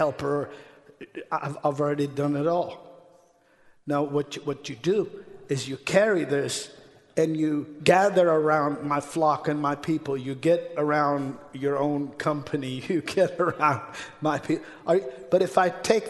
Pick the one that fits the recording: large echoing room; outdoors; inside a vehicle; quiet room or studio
large echoing room